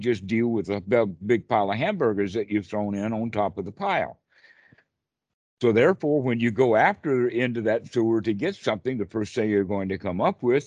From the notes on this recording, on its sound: Skype calls on this channel.